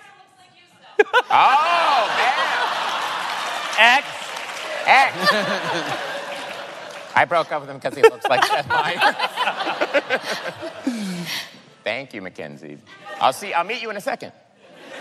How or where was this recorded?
live audience